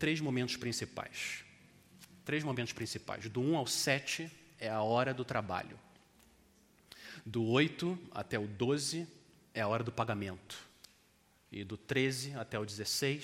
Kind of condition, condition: setting, large echoing room